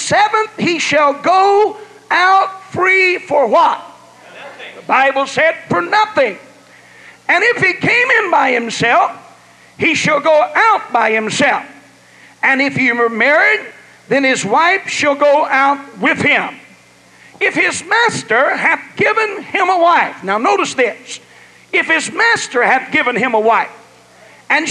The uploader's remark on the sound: was preached in Ruidosa, New Mexico at the ALJC Texas District Western Camp